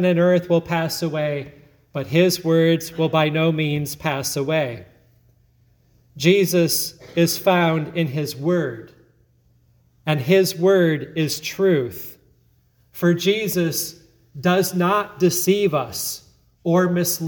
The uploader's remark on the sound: sermon at Grace Lutheran Church, Lexington, MO